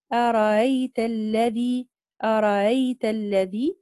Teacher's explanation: لنا التسهيل في الهمزة الثانية أرأيت